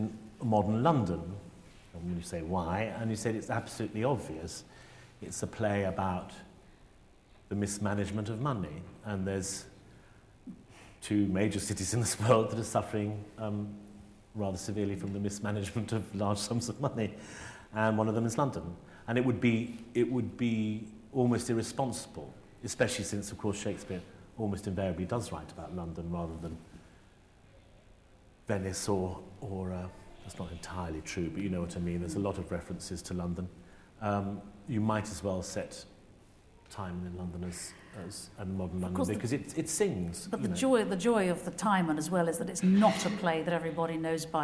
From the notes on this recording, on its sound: Cameron Mackintosh Professorship at St Catherine's College. Delivers his inaugural lecture.